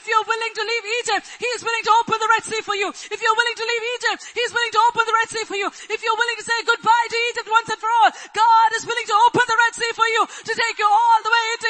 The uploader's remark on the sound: Church Sunday LIVE Stream Audio